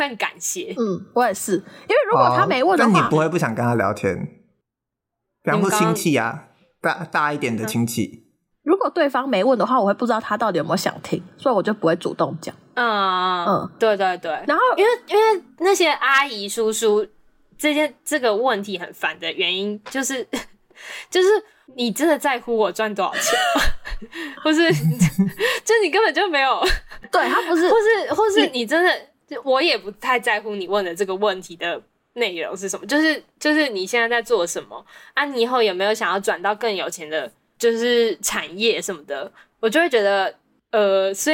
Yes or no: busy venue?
no